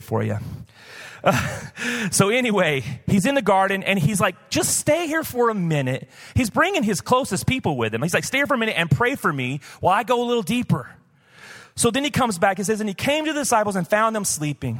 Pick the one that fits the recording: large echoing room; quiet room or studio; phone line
large echoing room